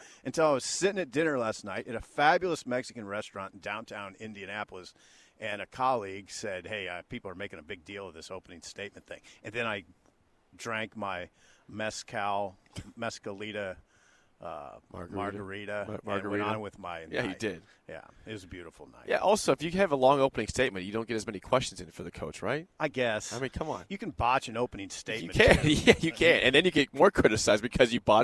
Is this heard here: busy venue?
yes